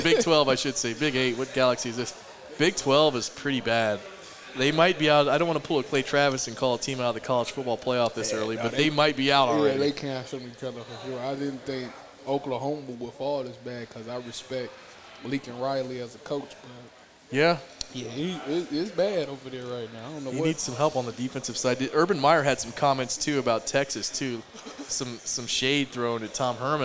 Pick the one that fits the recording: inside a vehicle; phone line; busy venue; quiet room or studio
busy venue